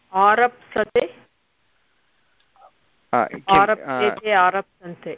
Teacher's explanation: नास्ति अनिट् अस्ति रभ तत्र भकारस्य अनन्तरं सकारः अस्ति तत्र सन् हल्सन्धिं कृत्वा भकारस्य स्थाने पकारः अस्ति